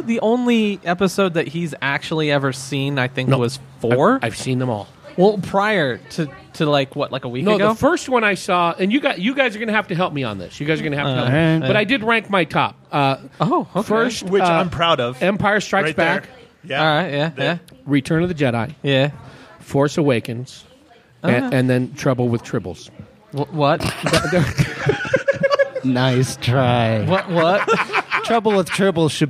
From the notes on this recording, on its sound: Recorded at The Park Plaza Liquor & Deli. Recorded at The Park Plaza Liquor & Deli.